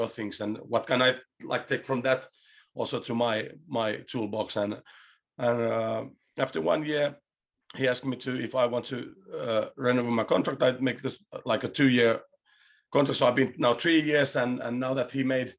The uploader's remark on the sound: we decided to broadcast it as a Facebook Live video